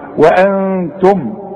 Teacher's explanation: نون بعدها ت، والت من حروف الاخفاء، اذا هنا حغن بقى